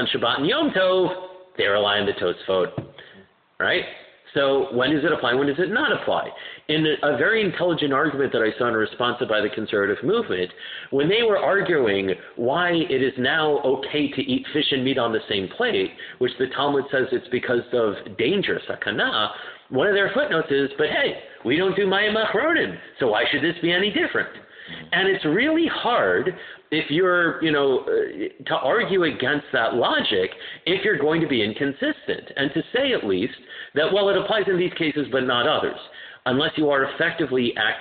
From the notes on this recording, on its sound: My apologies for the poor audio quality; the batteries in my recorder ran out so I used my cell phone to record.